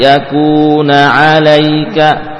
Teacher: begitu pengusapan nun selesai langsung pindah ke ain